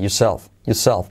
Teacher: Yourself, la R decae.